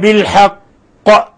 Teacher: قوله تعالى ذلك بأن الله نزل الكتاب بالحق، بأن الله حرف غن مشدد تقدم نظيره، نزل الكتاب بالحق، لاحظوا كيف وقفنا على القاف بالقلقلة الكبرى لأنها مشددة